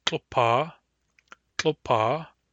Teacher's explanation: The stem is tlopa, tlopa, whose vowels are short, long, tlopa. Then when we add kak, we get tlopakak, tlopakak.